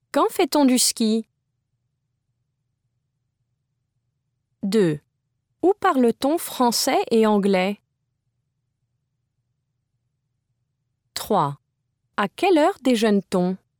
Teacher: Many of these questions involve the addition of T for ease of pronunciation.